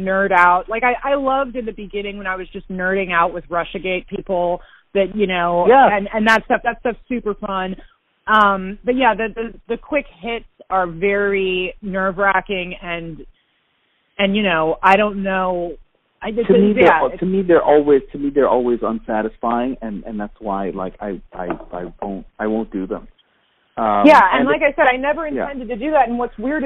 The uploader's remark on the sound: Part of this, necessarily, means that I skipped the desktop computer and microphone for the couch and the phone. I had a feeling it would change the ambiance and energy of the chat—making it more intimate, and removing as much of the “podcast” artifice as possible. It sounds exactly like a phone call, because it is.